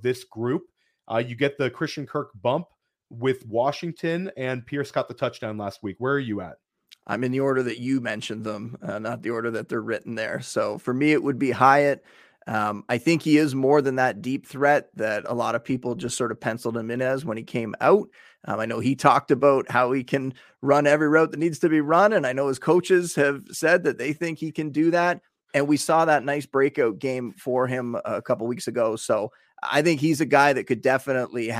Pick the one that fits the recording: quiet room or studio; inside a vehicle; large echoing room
quiet room or studio